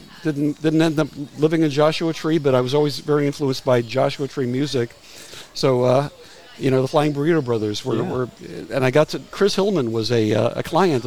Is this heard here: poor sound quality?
no